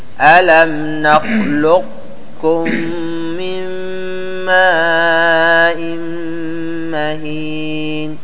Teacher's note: تأتي بماذا؟ بالتفخيم في القاف، لأن الكاف مرققة